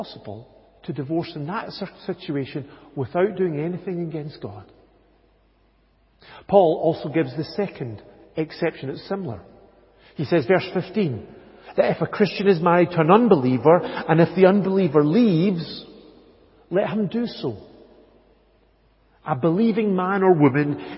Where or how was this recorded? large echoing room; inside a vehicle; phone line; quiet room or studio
large echoing room